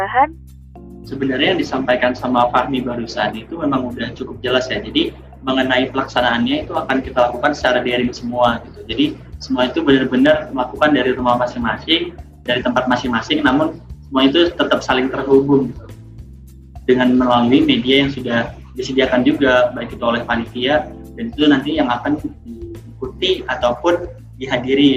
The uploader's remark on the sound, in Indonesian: hanya bisa melambai via zoom meeting